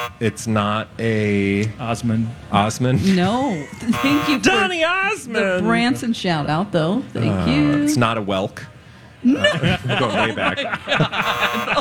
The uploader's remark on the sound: live from the Minnesota State Fair!